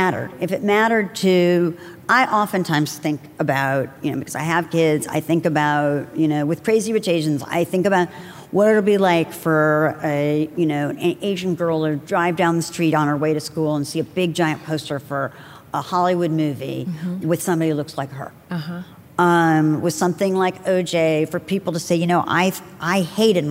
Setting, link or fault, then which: setting, live audience